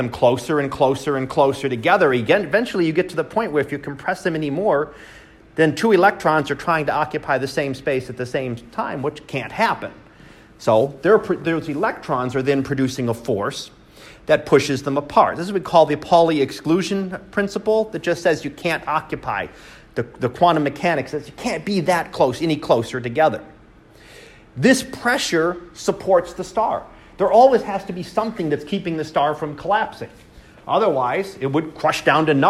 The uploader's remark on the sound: Live Class Lecture.